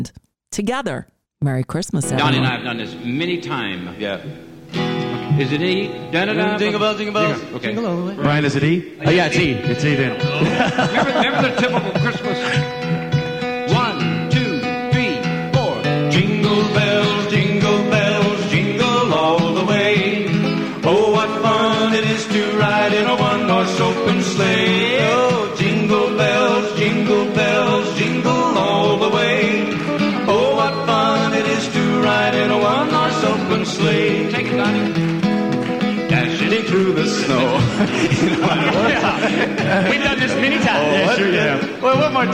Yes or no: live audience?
yes